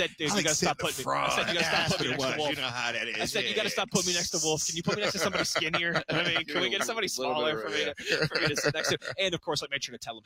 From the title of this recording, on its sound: LIVE from the NFL Combine